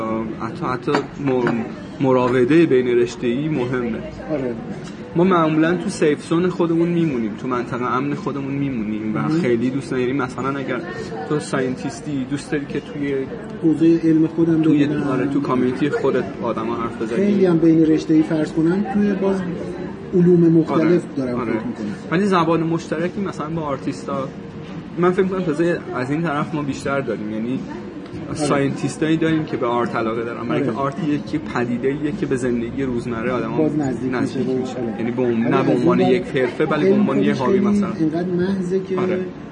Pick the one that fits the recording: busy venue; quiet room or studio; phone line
busy venue